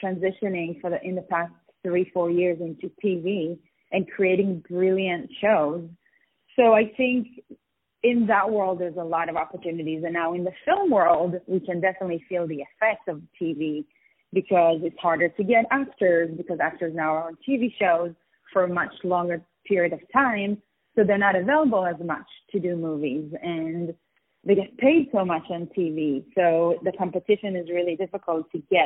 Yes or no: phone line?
yes